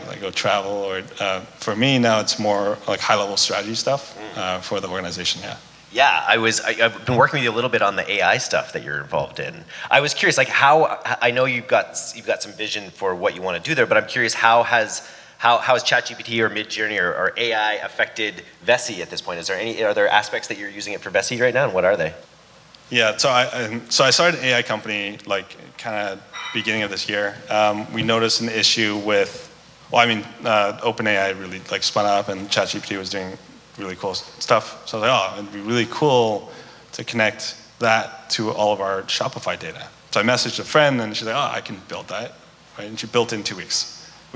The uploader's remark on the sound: the fireside chat from our last Vancouver DTC Meetup